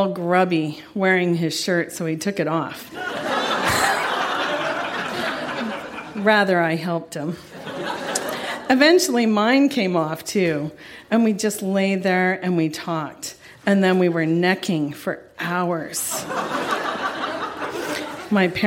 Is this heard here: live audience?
yes